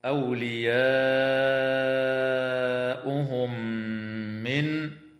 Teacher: وتدغم الميم في الميم مع الغنة في قول الله تعالى: أولياؤهم من